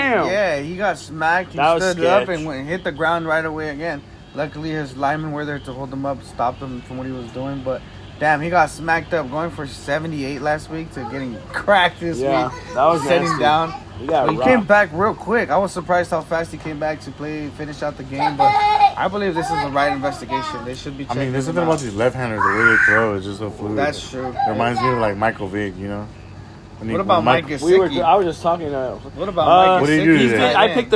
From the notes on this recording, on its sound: This episode is unedited and recorded on an iPhone.